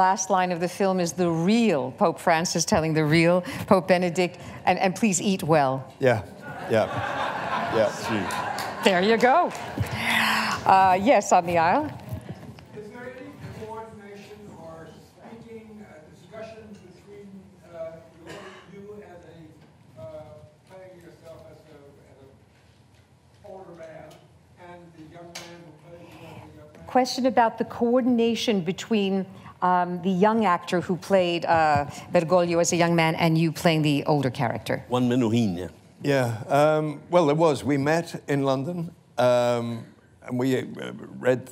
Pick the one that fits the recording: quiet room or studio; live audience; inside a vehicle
live audience